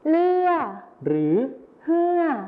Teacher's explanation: ในภาษาไทยมาตรฐานนะครับจะใช้รอเรือนะครับส่วนในภาษาถิ่นอีสานจะใช้รอลิงหรือฮอนกฮูกนั่นเองครับ